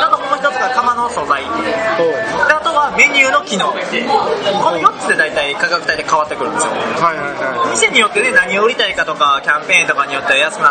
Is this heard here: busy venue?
yes